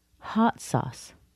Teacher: I stress the word hot, and it's an adjective. Normally, in a descriptive phrase, we wouldn't stress an adjective, but we're not using it as an adjective anymore.